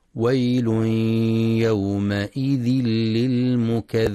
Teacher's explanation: وينتبه القارئ لرخاوة الذال في للمكذبين